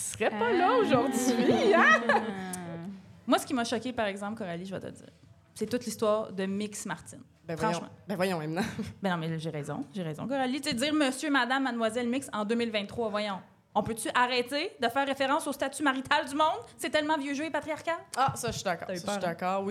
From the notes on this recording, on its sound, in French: enregistré à l'Idéal mercredi le 4 octobre 2023